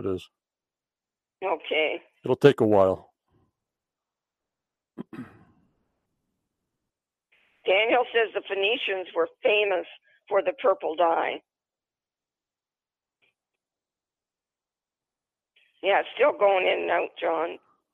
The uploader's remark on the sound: on the phone